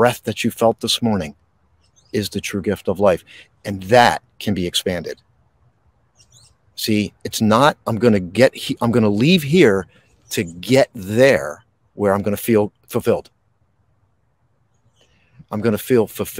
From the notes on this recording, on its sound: This Episode originally streamed live on location at Princeton Battlefield State Park. State park in Princeton, New Jersey. The audio from this podcast was taken directly from this live stream.